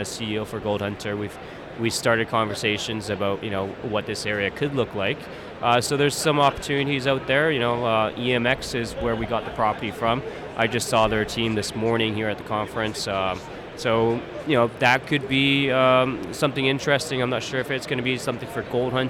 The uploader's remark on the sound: joins the podcast from the Roundup Conference in Vancouver